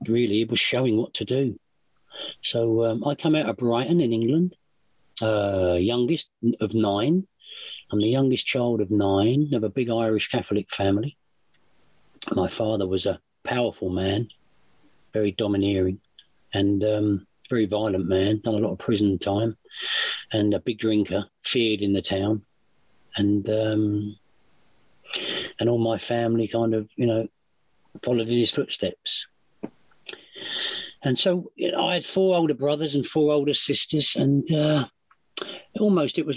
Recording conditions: video call